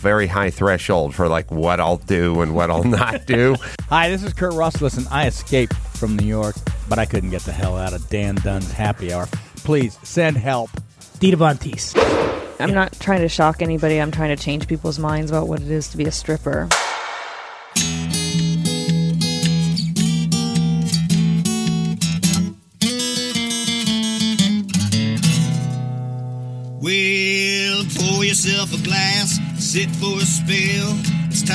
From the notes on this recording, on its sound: Recorded at Hatchet Hall, one of the most popular and well-regarded restaurants in Los Angeles.